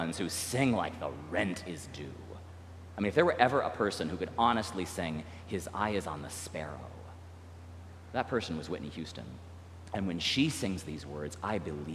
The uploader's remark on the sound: recorded live at the 10:00am service on Sunday, June 25th, 2023